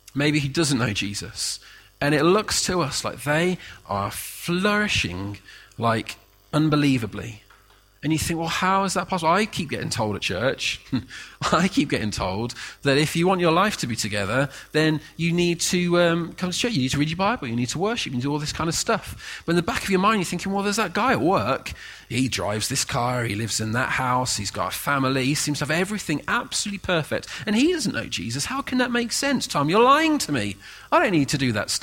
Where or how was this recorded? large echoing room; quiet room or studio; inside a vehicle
large echoing room